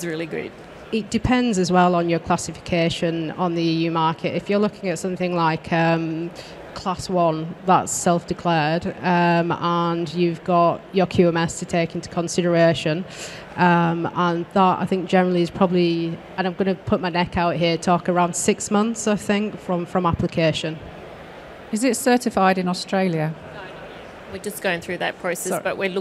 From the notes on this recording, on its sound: Live from Med-Tech Innovation Expo 2023 (recorded 7th June)